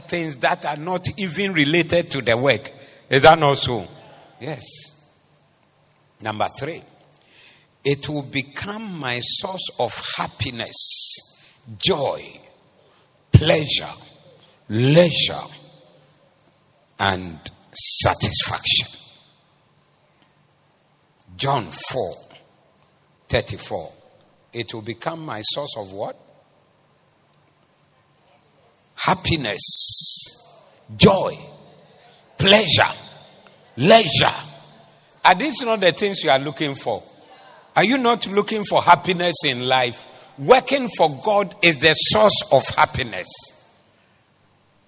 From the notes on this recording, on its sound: Preached at the Doxa Service 14012024